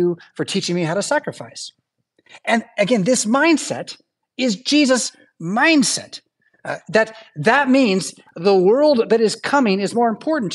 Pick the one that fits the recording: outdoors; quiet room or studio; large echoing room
large echoing room